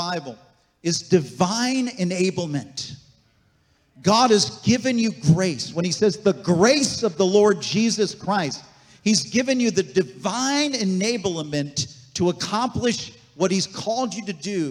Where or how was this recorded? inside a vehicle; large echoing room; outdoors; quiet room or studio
large echoing room